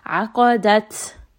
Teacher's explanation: قَاف is heavy, دَال is light. And then تَا here is going to have همس، meaning that we're going to have a little bit of air flow on this letter